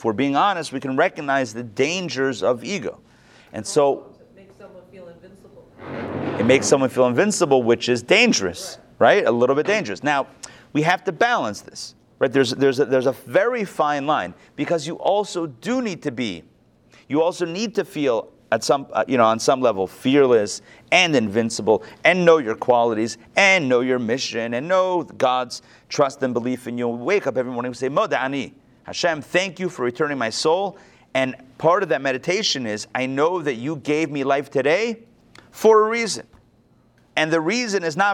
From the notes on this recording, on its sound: Recorded live at the Intown Jewish Academy on February 6, 2022